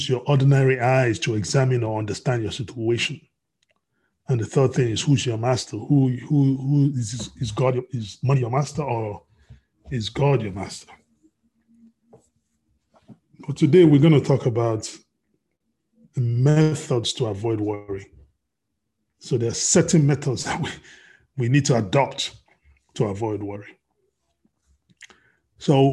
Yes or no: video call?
yes